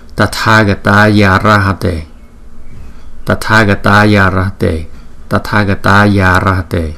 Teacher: Chúng ta thấy có nhiều khi là cái chữ Tathagata và Arahate người ta gom lại, bởi vì hai chữ này nó gần nhau cho nên người ta gom lại là Tathagata và Arahate. Hai chữ A này chúng ta gom lại thành một chữ A, cho nên có nhiều vị sẽ đọc là Tathagata và Arahate.